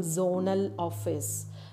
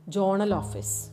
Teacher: the sound z is pronounced as j · Shown in: second take